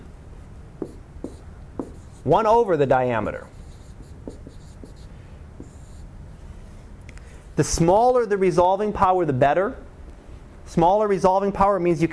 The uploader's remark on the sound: Live Class Lecture